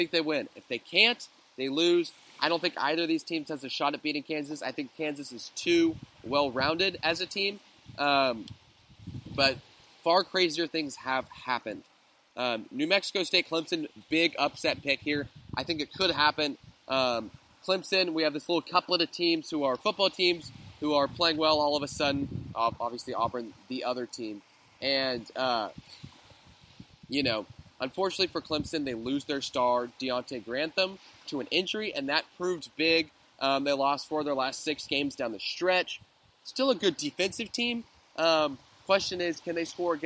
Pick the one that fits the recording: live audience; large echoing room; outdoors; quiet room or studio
outdoors